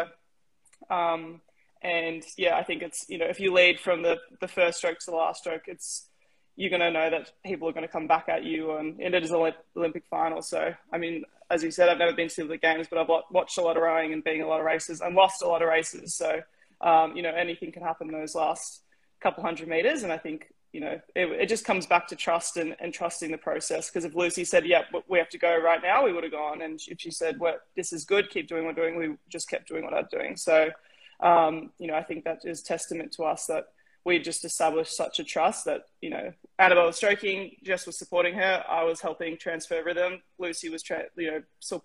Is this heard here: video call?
yes